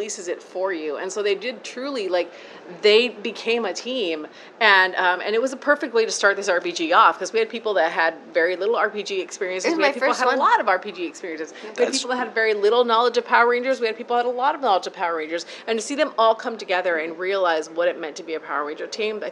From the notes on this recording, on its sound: SDCC 2023 Interview. Enjoy the ambient background noise that is San Diego Comic Con!